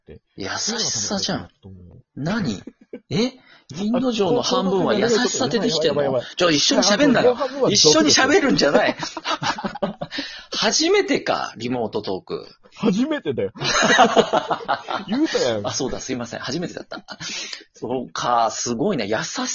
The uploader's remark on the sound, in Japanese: リモート収録。笑い声あり。